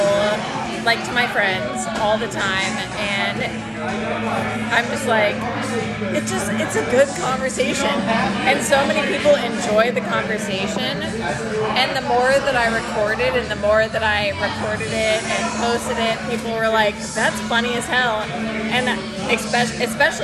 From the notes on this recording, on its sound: LIVE from The New Potato in downtown HTX